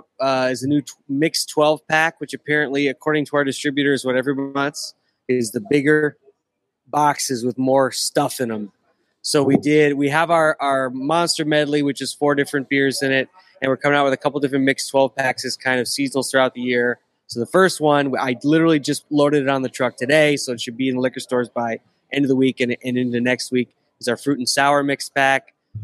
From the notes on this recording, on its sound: Climbing The Pocket’s Vikings Happy Hour will be doing their first live on-site broadcast from Lake Monster Brewery.